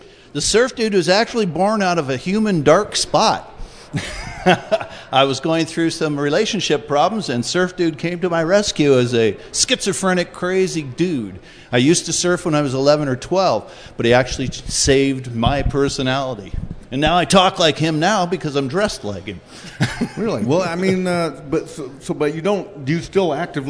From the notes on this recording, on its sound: celebrate the 100th episode with 10,000 of their closest friends and fans of the podcast live at Third Place Commons